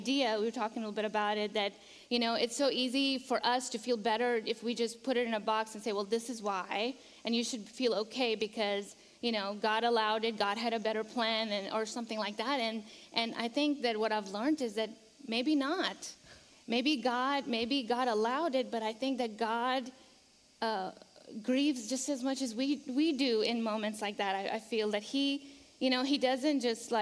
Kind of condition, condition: setting, large echoing room